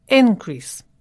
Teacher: increase here is a noun, so the stress is on the first syllable.